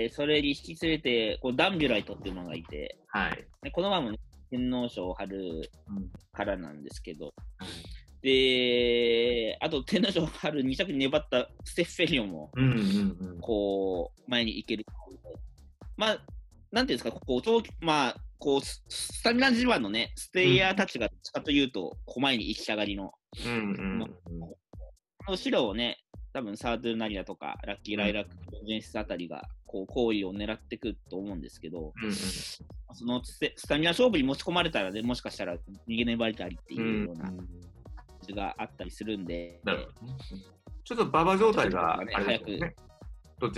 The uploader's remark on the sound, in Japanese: ZOOM収録のため、聞き取りにくい箇所がございます。